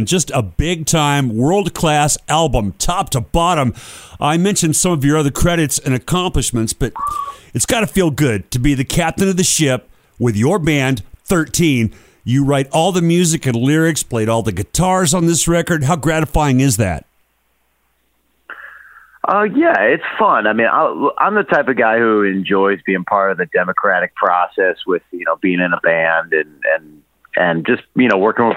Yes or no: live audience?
no